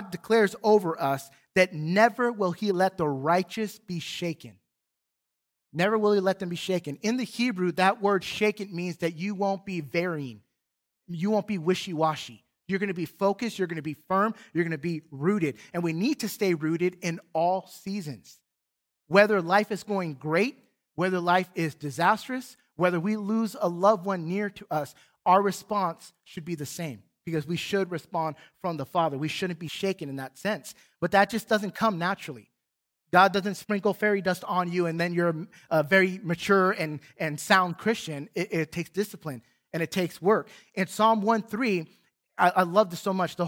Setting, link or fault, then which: setting, large echoing room